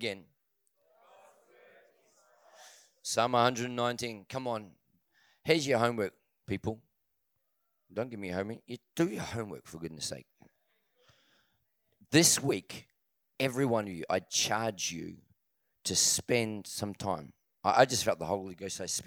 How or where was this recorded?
large echoing room